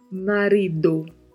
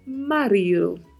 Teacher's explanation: Costuma-se falar esse D com um pouco mais de suavidade. · Shown in: second take